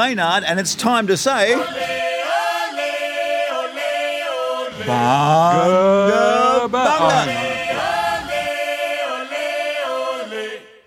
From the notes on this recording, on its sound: In front of an audience. Over two weird nights at the Harold Park Hotel in Sydney.